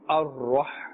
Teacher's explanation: Ra has a Fatha, both of them, therefore they are pronounced with a full mouth.